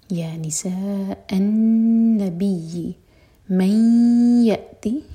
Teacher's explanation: sound اور نون شدہ پر غنہ، يا نساء النبي من يأتي ادغام غنة کے ساتھ تو ناک میں آواز جائے گی اور دو سیکنڈس کا ٹائم دیں گے